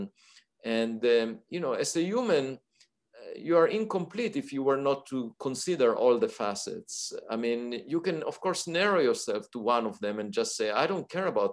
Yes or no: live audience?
no